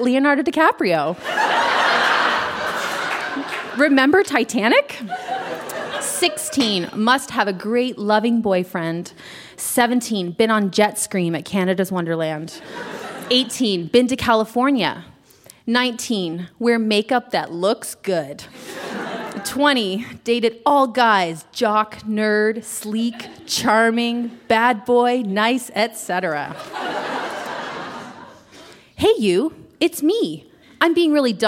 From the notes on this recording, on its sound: Recorded live at The Walper Hotel in Kitchener.